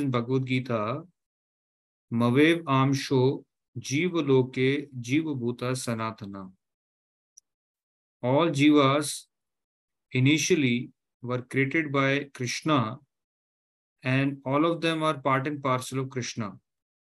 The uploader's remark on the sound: Zoom platform.